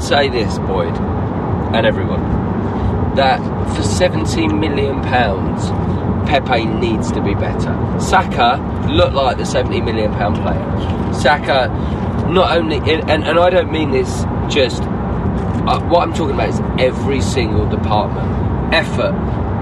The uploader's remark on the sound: record a podcast on their way back from our 1-1 draw with Manchester United